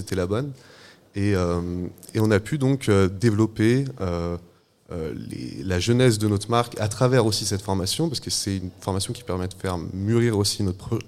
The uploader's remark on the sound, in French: Une émission en direct de la cité de la chaussure de Romans-sur-Isère